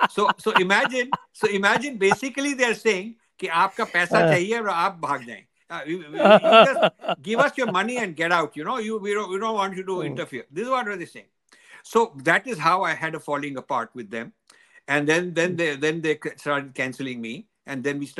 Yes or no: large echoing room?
no